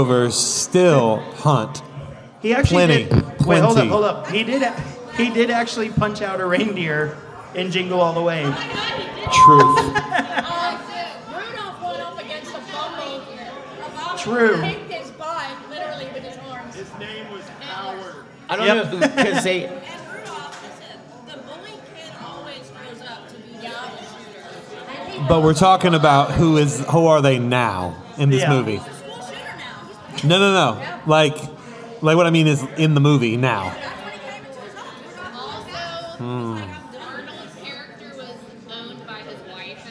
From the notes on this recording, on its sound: Live From Oak Road Brewery. Midnight Terrors went back to our favorite brewery, Oak Road Brewery, to do another live podcast event! We recorded two episodes in front our friends, family, and a great crowd of people at Oak Road! We teamed up with our audience.